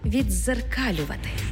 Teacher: У слові «віддзеркалювати» «д» переходить у подовжений звук «дз»